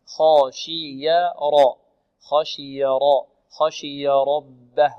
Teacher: الخاء مفخمة، خشي والشين والياء مرققتان والراء مفخمة، خاشي راء خاشي راء خاشي ربه راء ربه، والباء مرققة ربه، نوضح الهاء ربه.